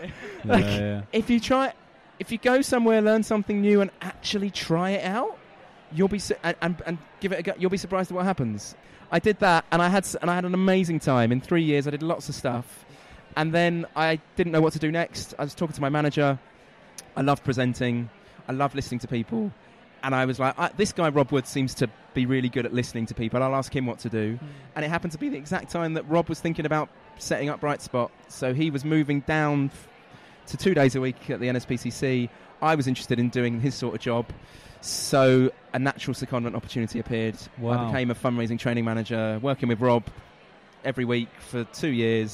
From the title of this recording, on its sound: Live from IFC